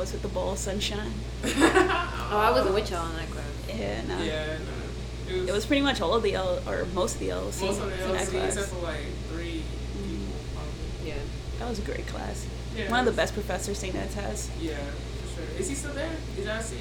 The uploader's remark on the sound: The audio is crazy with this one. My dog O'Ryan wanted to be apart of the conversation.